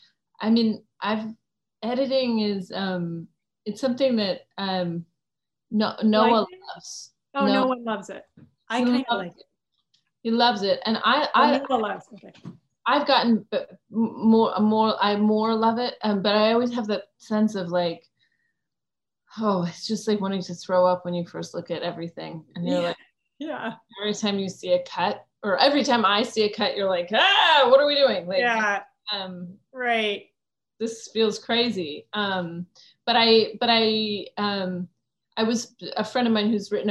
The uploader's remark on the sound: virtual Q&A